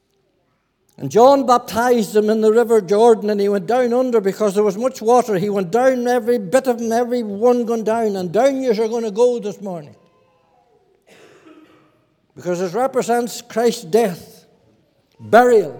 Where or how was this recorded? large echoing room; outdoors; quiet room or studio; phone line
large echoing room